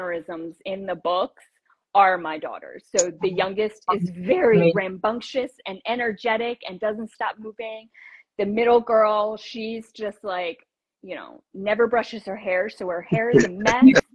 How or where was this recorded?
video call